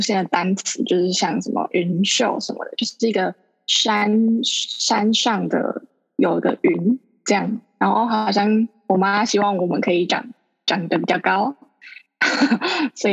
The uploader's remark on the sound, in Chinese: 遠距錄音下難以避免的音質問題又出現了。